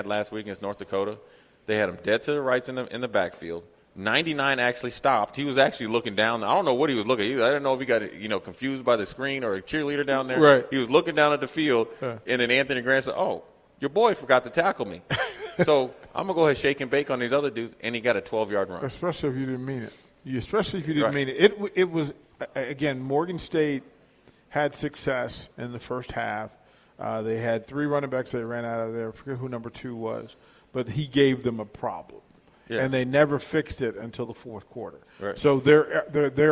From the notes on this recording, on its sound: LIVE from Mary Ellen's